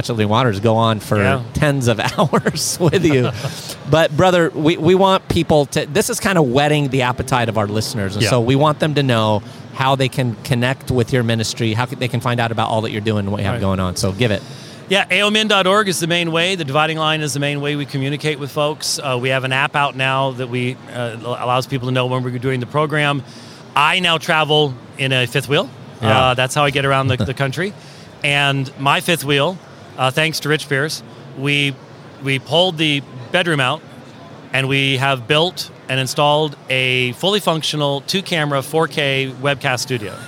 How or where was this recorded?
busy venue